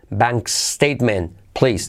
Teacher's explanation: la T de statement al final casi no se dice